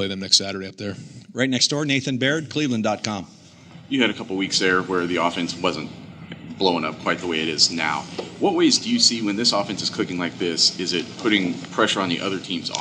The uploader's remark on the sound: Press conference. Speaks with media following the 56-7 victory over the Michigan State Spartans. In Columbus, Ohio.